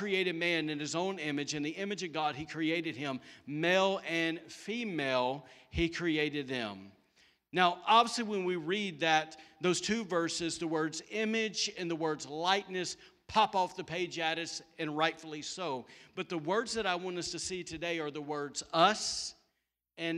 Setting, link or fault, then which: setting, large echoing room